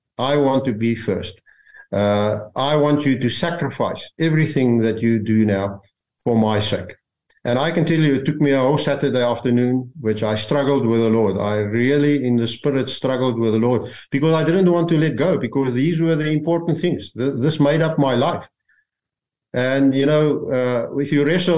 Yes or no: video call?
yes